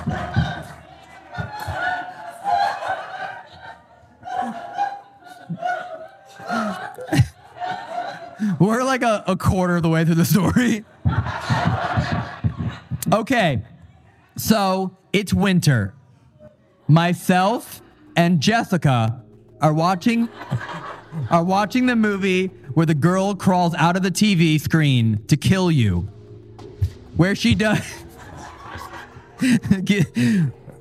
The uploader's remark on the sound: LIVE at Eloise Asylum. This episode was filmed in front of a live audience at the haunted Eloise Asylum in Westland, MI on September 1, 2022.